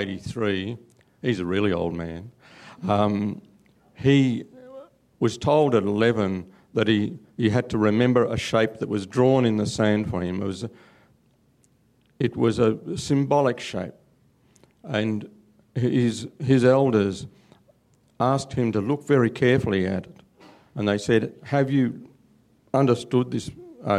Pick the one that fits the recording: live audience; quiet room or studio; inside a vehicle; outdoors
live audience